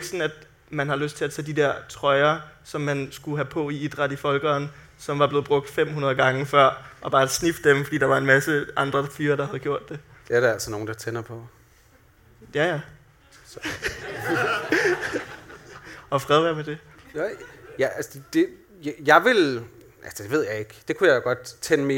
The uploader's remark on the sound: LIVE fra Podcast Festival. Vi går LIVE for første gang på Hotel Cecil.